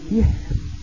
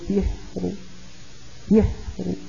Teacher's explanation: لكن لو وقفنا بالروم ويقول سحر سحر فأقف براء مفخمة · Shown in: second take · انتبهنا، لأن الروم حينئذ يكون حكمه حكم الوصل، بينما الإشمام حكمه حكم الوقف.